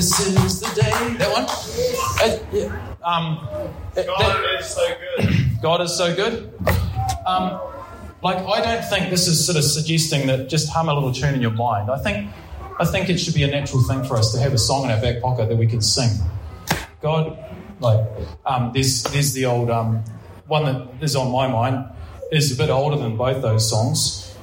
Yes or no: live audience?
yes